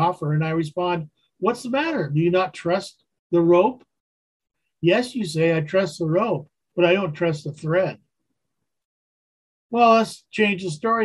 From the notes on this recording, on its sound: Wednesday Zoom study